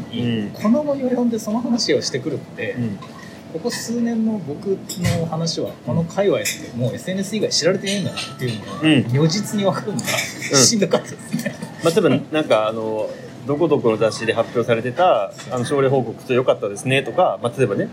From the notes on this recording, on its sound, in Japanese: 11月末に札幌の喫茶店で収録した音声を配信します。